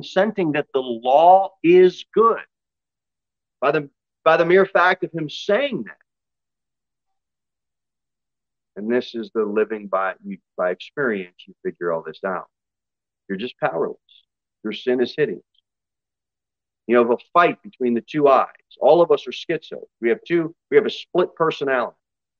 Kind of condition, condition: setting, large echoing room